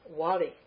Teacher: In Bengal, va is always wa. It doesn't vary. It's always wa.